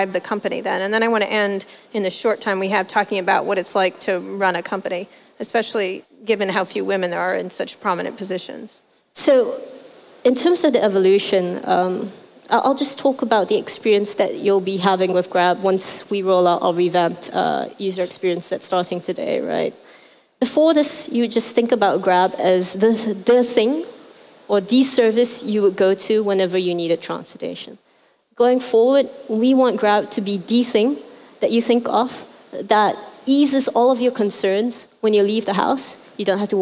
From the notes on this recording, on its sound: at the 2018 Rise conference in Hong Kong